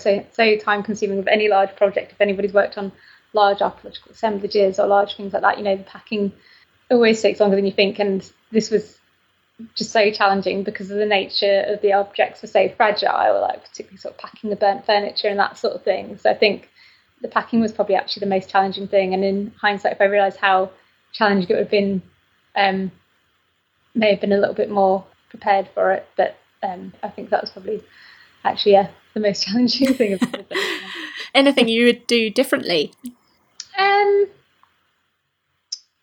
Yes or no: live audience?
no